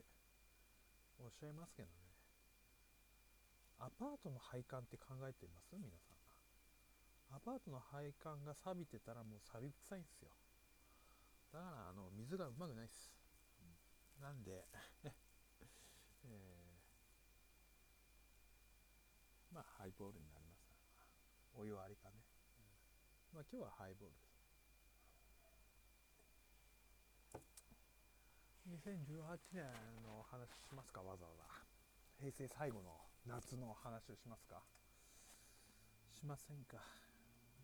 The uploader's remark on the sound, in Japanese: 音小さいよね。撮りっぱ。